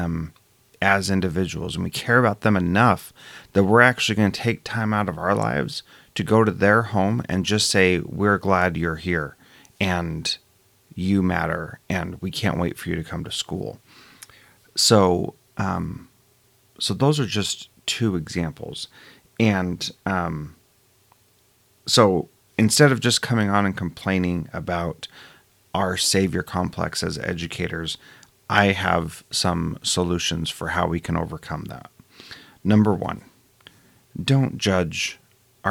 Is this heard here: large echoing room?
no